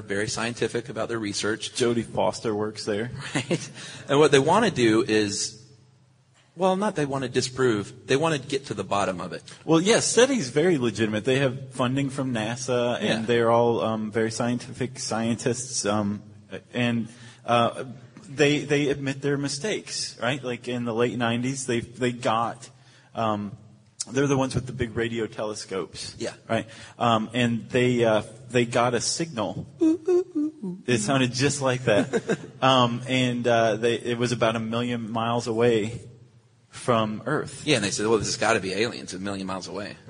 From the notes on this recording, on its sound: SYSK Live from SXSW. Ditch the studio and head west -- south by southwest, in fact -- to record a live podcast in Austin, Texas.